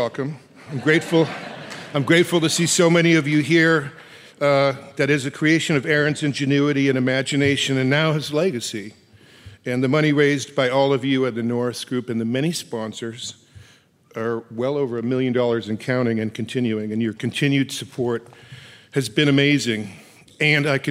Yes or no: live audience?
yes